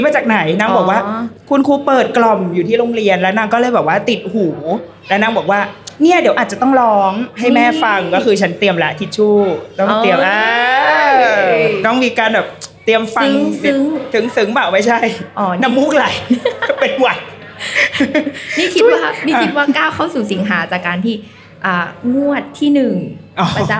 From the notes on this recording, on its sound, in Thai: Live Podcast ถึงตึกคิงเพาเวอร์ มหานคร เลยนะตัวเธอบนจุดชมวิวที่สูงที่สุด.